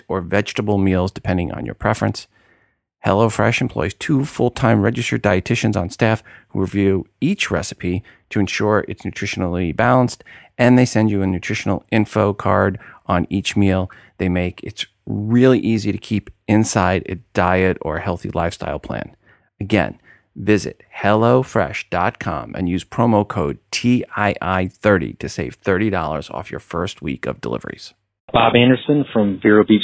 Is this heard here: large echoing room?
no